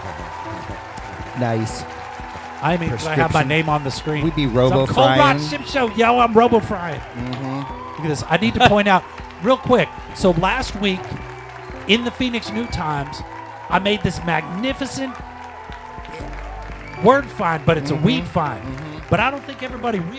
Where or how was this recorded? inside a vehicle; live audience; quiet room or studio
live audience